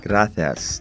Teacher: первая буква C, она межзубная, щепелявая, скажем так. А вторая на конце слова это обычная S. · Term: межзубный щипящий звук «th»